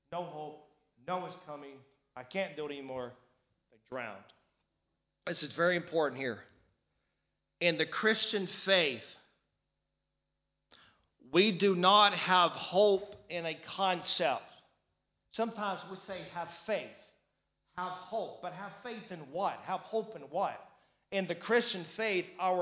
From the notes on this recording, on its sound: Recorded live in Liberty Church on 30th June 2019